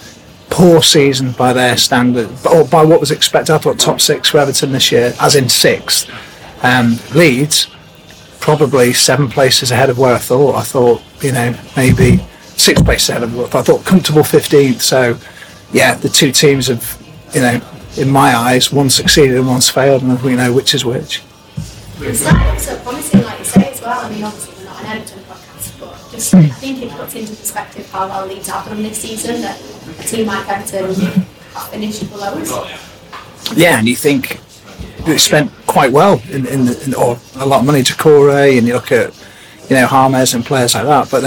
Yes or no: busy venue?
yes